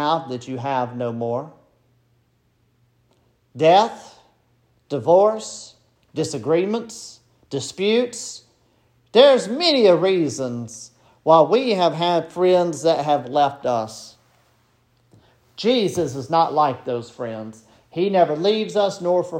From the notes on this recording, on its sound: This sermon was preached at Bethesda Presbyterian Church on April 16, 2023.